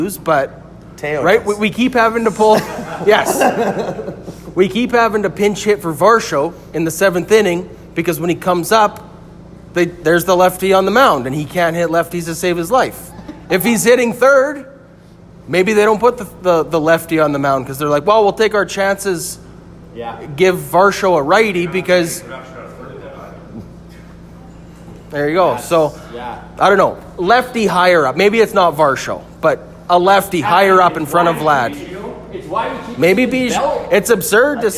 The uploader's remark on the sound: Recorded LIVE in Edmonton!! At Long Roof Brewing!